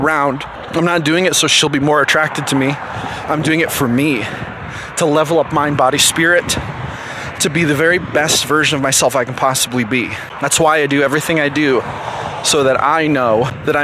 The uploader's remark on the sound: The audio in this post is rough because I was out walking.